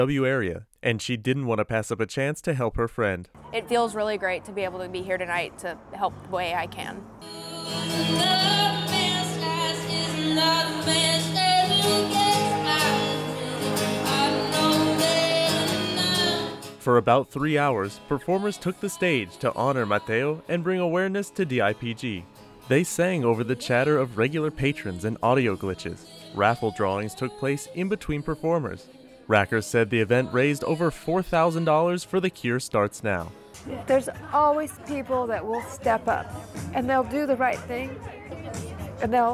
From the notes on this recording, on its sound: PLANO, Texas - Over a dozen patrons gathered at II Brothers Grill and Bar to hear live music and enjoy appetizers with friends and family. They had to sing over the chatter of regular patrons and audio glitches. Raffle drawings took place between performers.